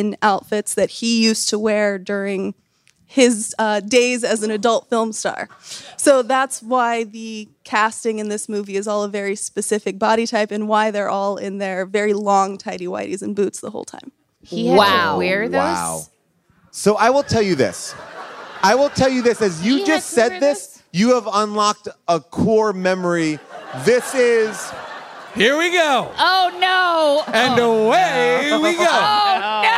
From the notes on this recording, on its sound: Recorded LIVE from Largo in LA.